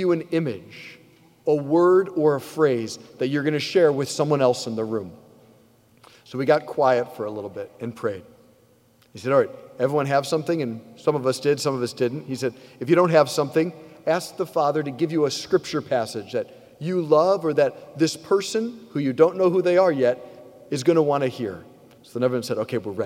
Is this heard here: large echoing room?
yes